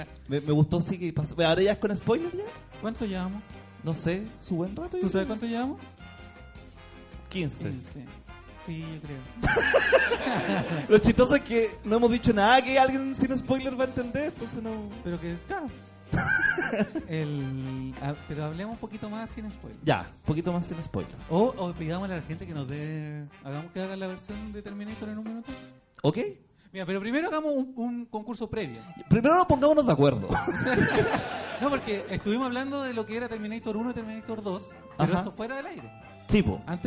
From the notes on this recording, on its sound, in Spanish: Esta vez desde una sala de cine, con público, concurso y muchas risas después de la Avant Premiere de Terminator: Dark Fate.